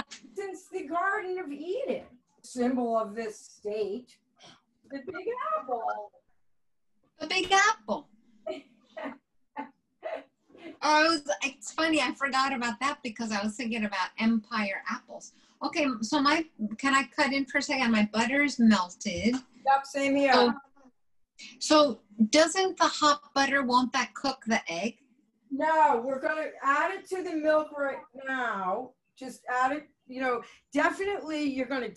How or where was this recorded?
video call